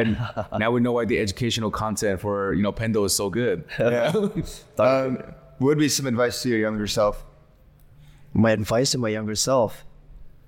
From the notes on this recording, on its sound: live from Token2049 in Singapore!